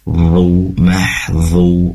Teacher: ujung lidah ditempelkan ke ujung gigi seri atas, seraya pangkal lidah naik ke atas dan terasa ada getaran di ujung lidah